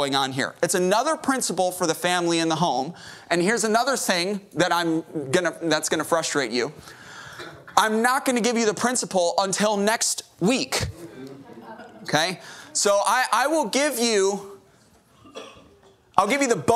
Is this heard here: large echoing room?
yes